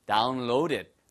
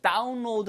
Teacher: 절대 다운로드 아니에요. 영어에서는 down이라는 드 발음을 유성음으로 부드럽게 하셔야 됩니다. · Shown in: first take · 경험화시켜서 down 이렇게 쓰시면 못 알아들어요.